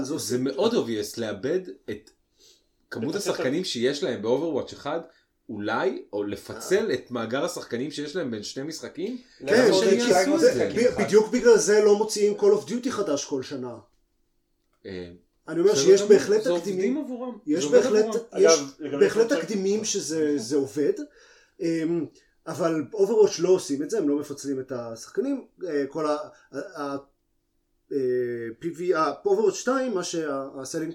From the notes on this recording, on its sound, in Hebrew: אה, ומכיוון שכולם כבר היו באותו המקום, אז הקלטנו פרק לא-ערוך עם איכות סאונד מעפנה.